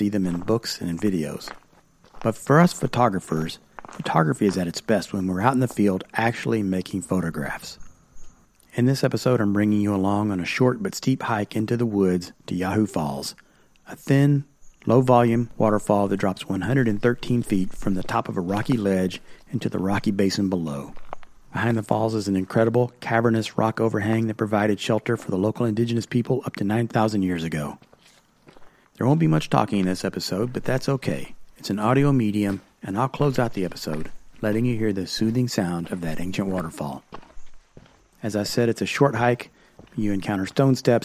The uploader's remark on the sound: Field Recording: Landscape Photography at a Waterfall Deep in the Appalachian Mountains. A field recording: the sounds of hiking to make landscape photographs deep in the primordial forests of Eastern Kentucky. Røde Video Micro.